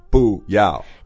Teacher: 第一个 fourth tone 那个第四声就会变成第二声 · Term: tone change